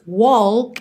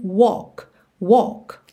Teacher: Esse L não vai ter mesmo esse som de L, você não leva a língua lá no céu da boca · Shown in: second take · Então não diz walk e sim walk, walk, ok?